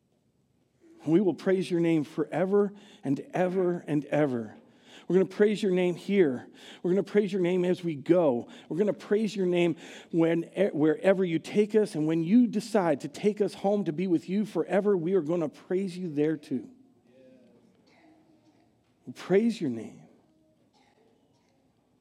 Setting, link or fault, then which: setting, large echoing room